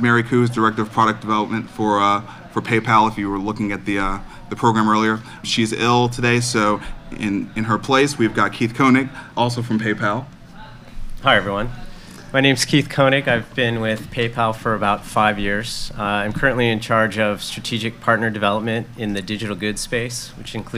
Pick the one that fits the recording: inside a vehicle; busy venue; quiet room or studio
busy venue